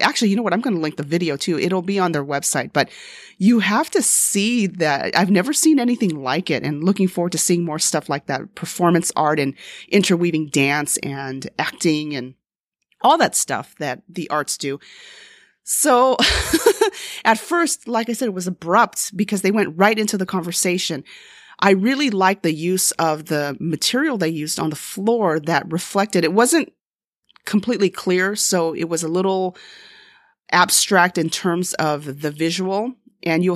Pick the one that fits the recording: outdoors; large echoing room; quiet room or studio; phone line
quiet room or studio